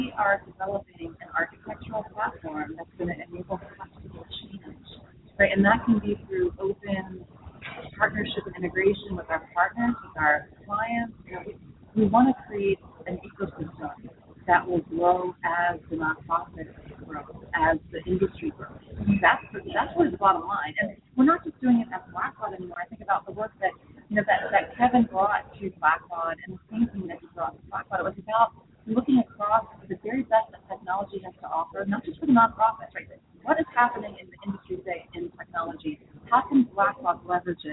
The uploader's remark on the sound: LIVE from BBCON 2015 - The Blackbaud Conference